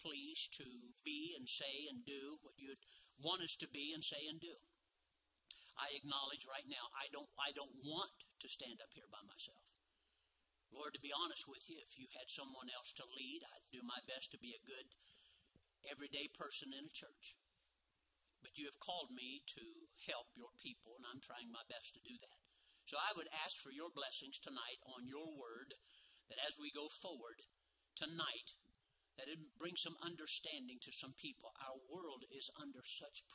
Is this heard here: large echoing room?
yes